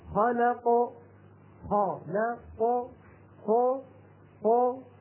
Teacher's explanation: لكن لما أقول خلق قا لا قا قا قا، مين اللي عم يبتعد؟ عم يبتعد فقط مخرج القاف، طرفا مخرج القاف، أما الفكان فلا يبتعدان